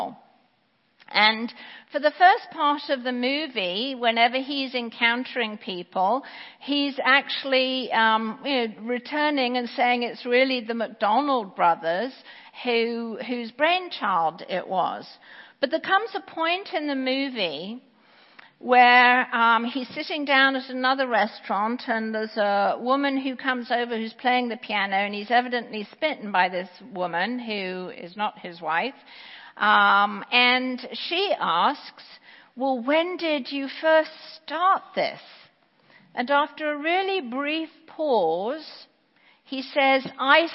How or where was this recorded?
large echoing room